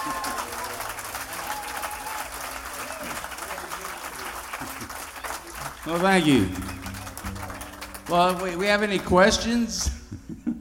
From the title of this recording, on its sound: live at FloydFest X (2011)